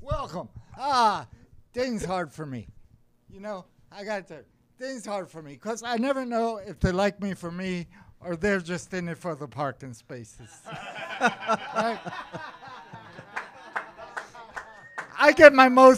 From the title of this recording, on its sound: LIVE SHOW - Freaking Madness Comedy Competition at Wawa Social Club